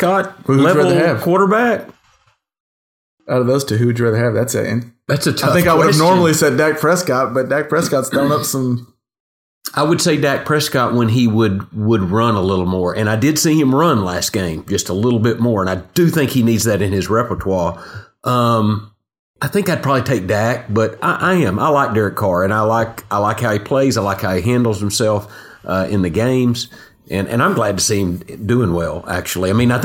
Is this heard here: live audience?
no